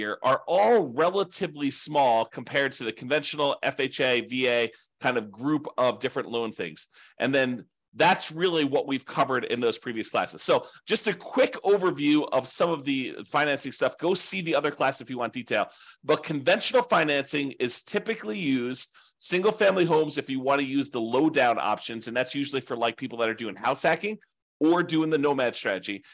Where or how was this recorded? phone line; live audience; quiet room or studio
quiet room or studio